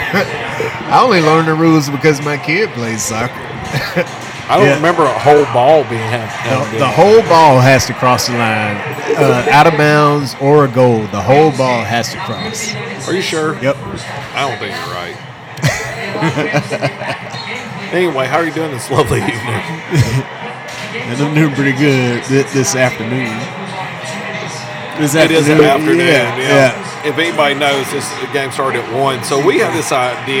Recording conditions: busy venue